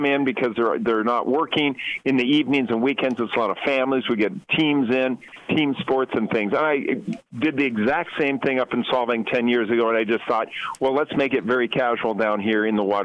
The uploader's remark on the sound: on the phone